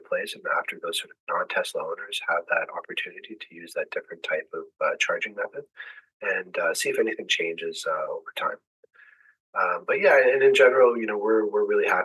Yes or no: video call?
yes